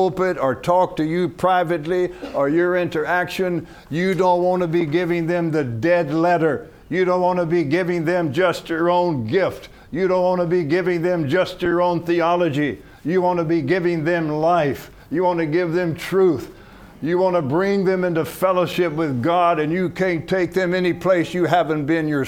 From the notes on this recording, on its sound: From the HeartCry Asia Conference 2023.